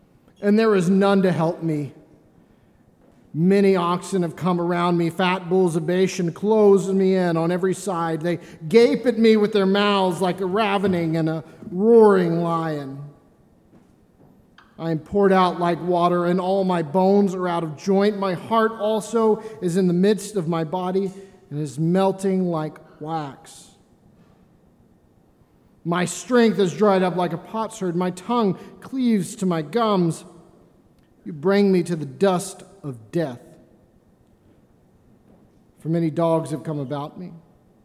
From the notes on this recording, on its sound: This reading of Psalm 22 was recorded during the stripping of the alter on Maundy Thursday, 2020.